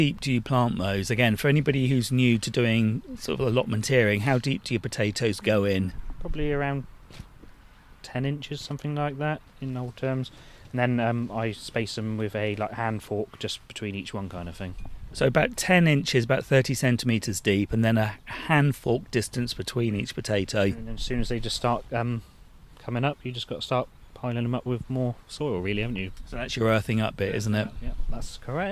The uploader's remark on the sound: we head back to a cold, wet and blowy allotment for our second visit of the season